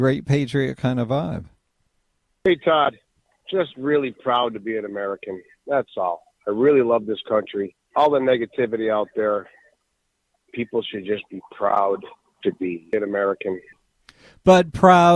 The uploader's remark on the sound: We have a Rant Hour and take calls